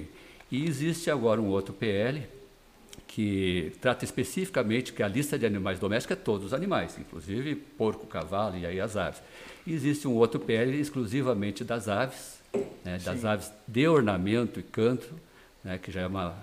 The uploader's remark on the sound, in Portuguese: Todos os episódios foram gravados durante o 70ª Campeonato Brasileiro de Ornitologia, no Centro de Eventos da FOB, em Itatiba, SP, em julho de 2022.